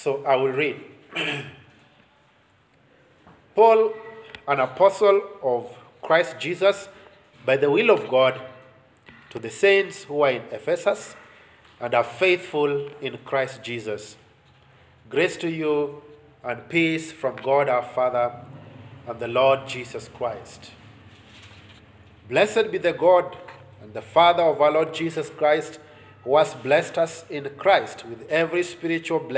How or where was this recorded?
large echoing room